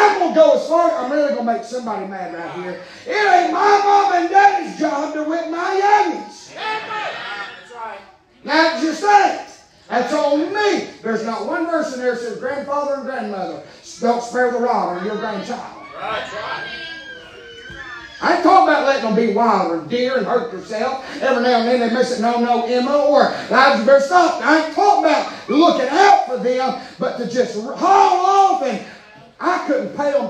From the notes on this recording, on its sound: preaching live from Still Water Baptist Church